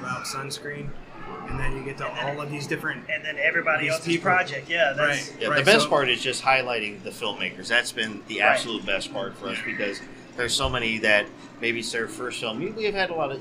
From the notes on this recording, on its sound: Sunscreen Film Festival 2023. Part 2 of episode 95 continues at the Sunscreen Film Festival!